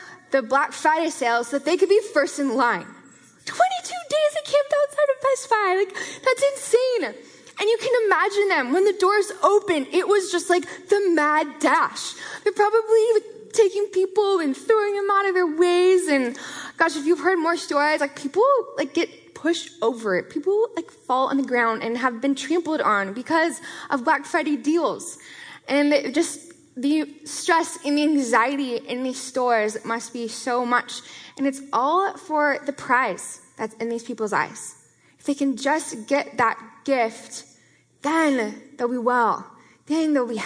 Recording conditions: live audience